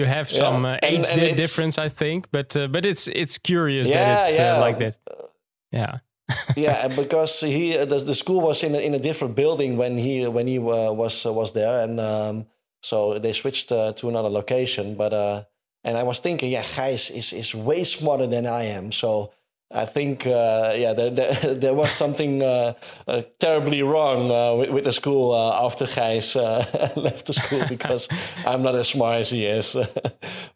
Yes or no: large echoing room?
no